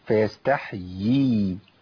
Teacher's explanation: تمكين تمكين هو مد طبيعي لكن سموه العلماء تمكين لأن عندي ياء وياء قبلها مكسورة وكسرة من جنس الياء فبقى عندي ياءين وكسرة من جنسه فلازم بد من تمكين المد هنا حتى لا يسقط